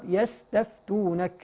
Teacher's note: يستفتونك هنا السين ساكنة والفاء ساكنة والسين والفاء من حروف الهمس